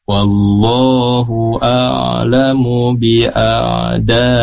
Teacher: Wallahu 2 harokat, sementara a'daikum itu 4 harokat. Tandanya yang pertama di wallahu fathah berdiri, a'daikum, di situ ada alis bertemu dengan hamzah, maka dibaca 4 harokat.